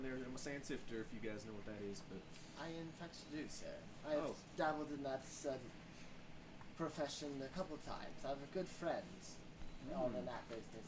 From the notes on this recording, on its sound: The one with poor audio